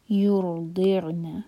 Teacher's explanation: را ہیوی ہوگا، را ساکن سے پہلے ہے ضمہ، اور عین پر جھٹکا نہ آئے، اور دعات کے نیچے کسرہ واضح.